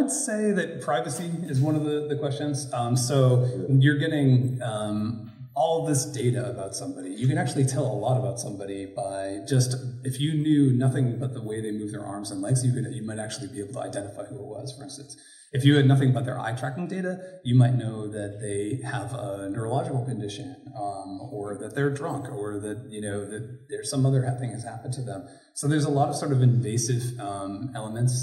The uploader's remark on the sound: live at the STEM PLUG 1st annual EduVibe Fest in Durham, NC